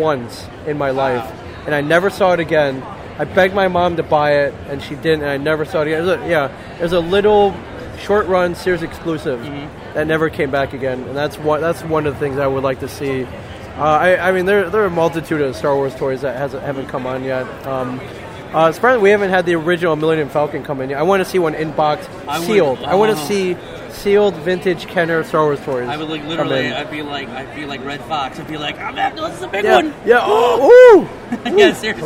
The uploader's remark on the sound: We are live at Awesome Con 2017 and we have an impromptu interview.